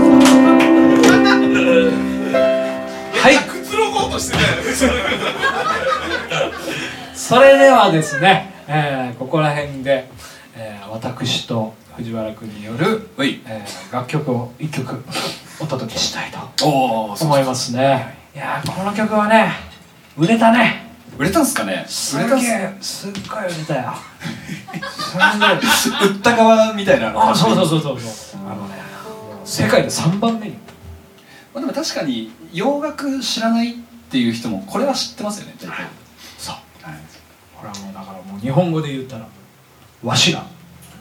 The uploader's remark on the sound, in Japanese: ピアノバーライブ公開収録。ピアノバーイノlive Vol.1 より公開収録の模様をお届け致します。